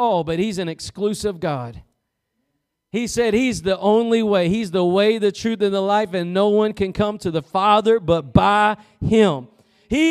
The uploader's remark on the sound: Preached at Gospel Lighthouse in Bossier City, La.